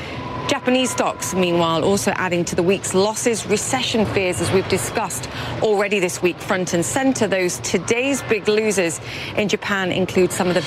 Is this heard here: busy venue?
yes